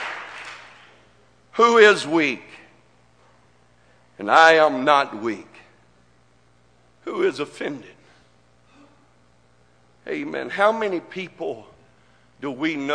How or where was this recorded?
large echoing room